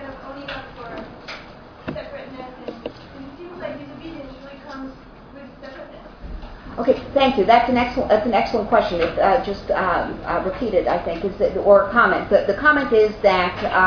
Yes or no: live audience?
yes